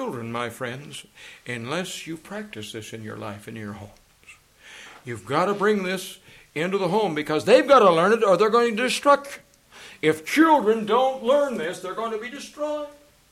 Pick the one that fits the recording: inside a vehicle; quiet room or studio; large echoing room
large echoing room